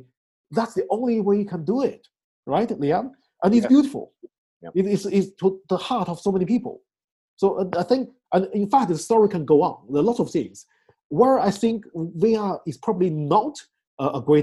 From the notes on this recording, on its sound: Call Recording: Zoom. Podcasting: Anchor. Recording: Logic Pro X.